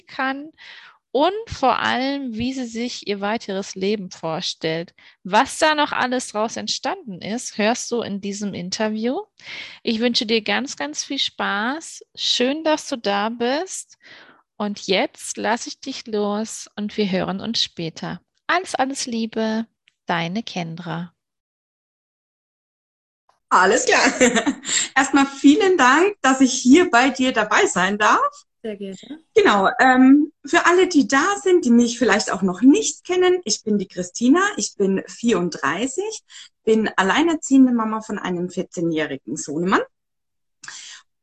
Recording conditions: video call